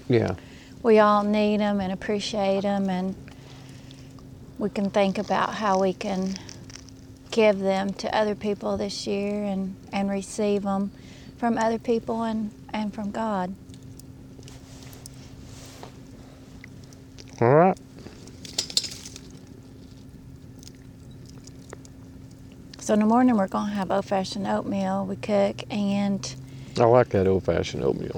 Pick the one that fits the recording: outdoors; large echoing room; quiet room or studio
outdoors